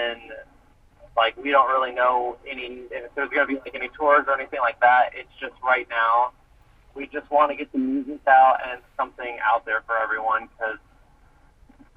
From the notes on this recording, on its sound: Recorded via phone call.